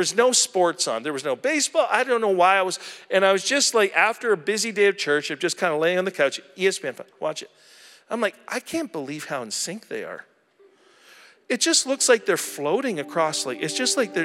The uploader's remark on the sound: at our April 2023 Edmonton Gathering at Ellerslie Road Baptist Church